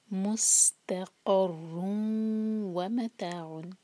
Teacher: مس میم پر دمہ، ہمارے ہوٹ گول ہوں گے دمہ کے لیے، آگے سین سے جوڑیں گے تب ہمارے جو ہوٹ ہیں وہ نارمل پوزیشن میں آ جائیں گے.